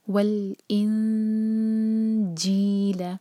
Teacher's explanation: لام الف تھا، اس میں لام پر تو سکون ہے اور الف جو ہے اس کے نیچے کسرہ ہے، اور آگے نون ایمٹی، اس کے بعد جیم، تو اخفاء کریں گے، نون کی آواز کو چھپائیں گے، دو سیکنڈز کا ٹائم دیں گے اور جیم کے لیے زبان تیار رکھیں گے